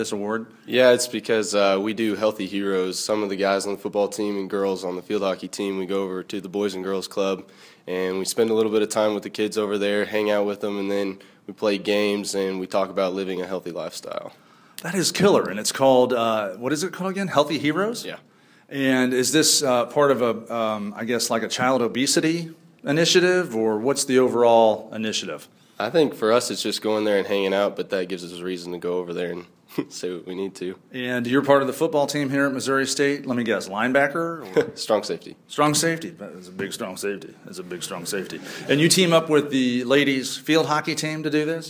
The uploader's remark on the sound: We begin in front of a live studio audience at Missouri State University.